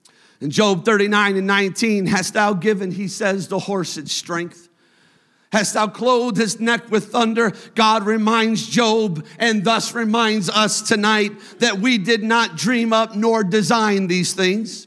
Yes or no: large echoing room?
yes